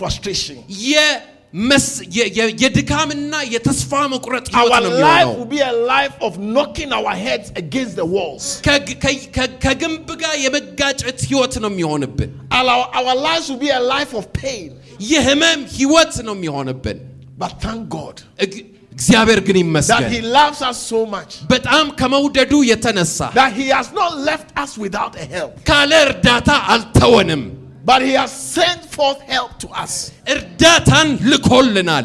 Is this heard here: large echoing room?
yes